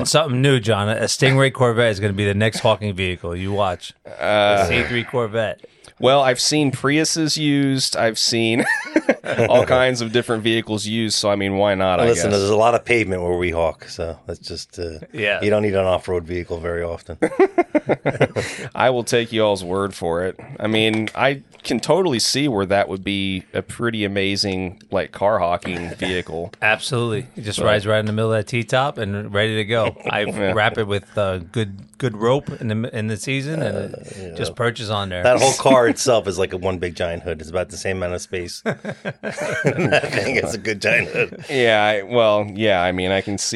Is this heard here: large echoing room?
no